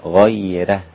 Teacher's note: ورش يرفق الراء عشان قبلها ياء مادية